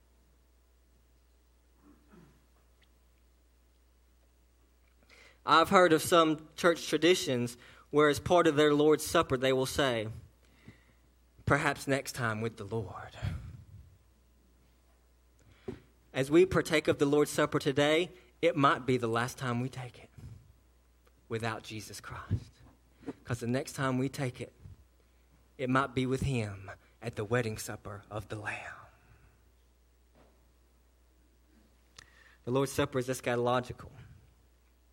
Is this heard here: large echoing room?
yes